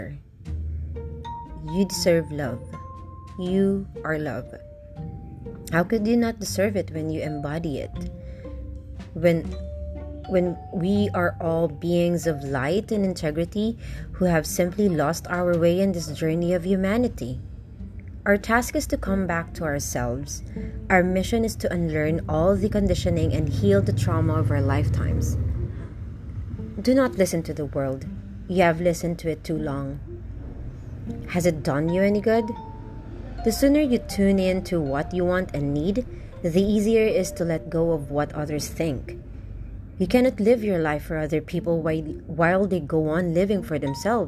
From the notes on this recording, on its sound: Apologies for the unnecessary noise.